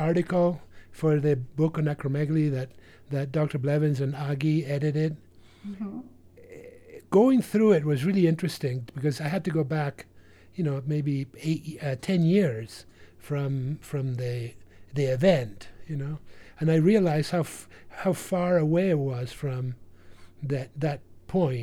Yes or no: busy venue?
no